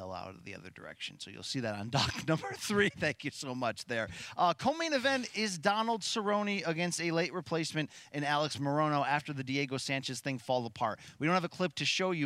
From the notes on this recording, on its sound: The boys are live again from the Mohegan Sun